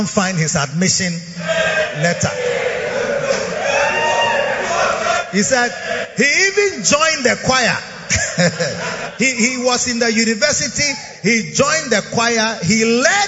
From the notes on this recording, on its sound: Preached at the Proton Convention Day 1 - Makarios Church, Ashaley Botwe